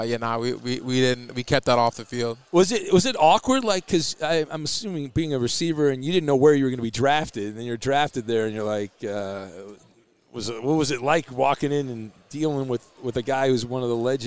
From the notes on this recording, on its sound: Live from Super Bowl Row